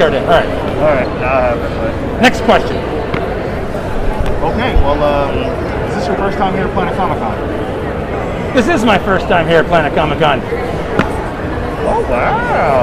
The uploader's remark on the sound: This interview was recorded at Planet Comicon 2021 in Kansas City, MO.